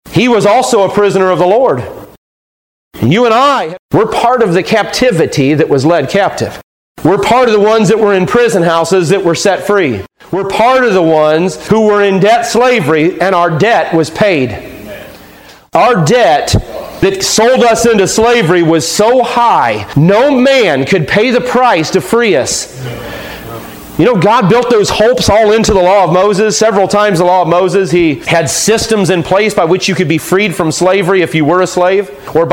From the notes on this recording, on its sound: Taken from a sermon preached on July 5, 2015